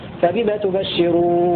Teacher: قرأ ابن كثير بتشديد النون مكسورة فيه فبما تبشرون، يقرأ بتزيد النون مع المد المشبع في التحركات وصلا وقفا هكذا، فبما تبشرون.